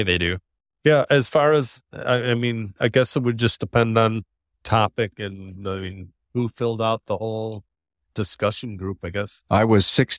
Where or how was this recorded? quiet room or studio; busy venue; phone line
busy venue